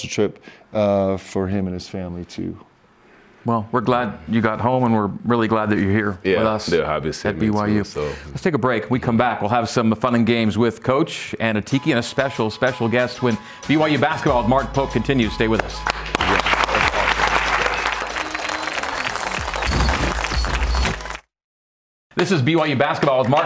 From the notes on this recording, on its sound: A live audience in Studio C.